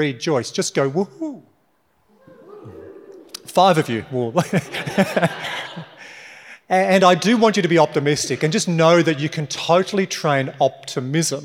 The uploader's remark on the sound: this episode is from a recent keynote for X15, a venture building outfit powered by Commonwealth Bank